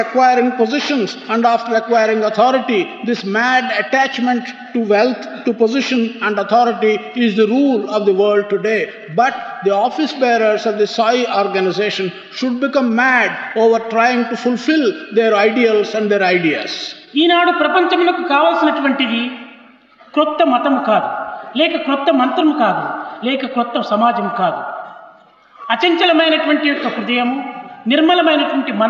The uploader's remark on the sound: during the valedictory function of the 2nd World Conference of Sri Sathya Sai Organisations